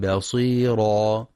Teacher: ولترقيق الباء في كلمة بصيرا، فلا يقرأ بصيرا بتفخيم الباء